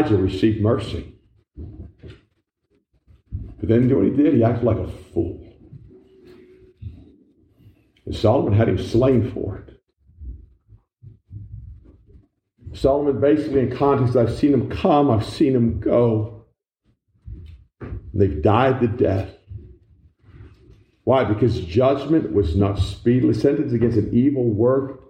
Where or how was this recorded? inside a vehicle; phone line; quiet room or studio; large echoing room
large echoing room